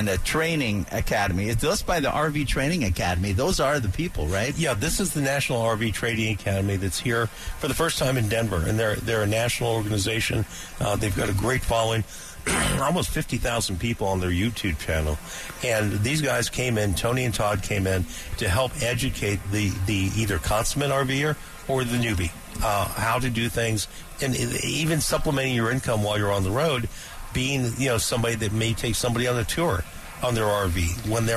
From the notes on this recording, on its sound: Live from the AMP Expo.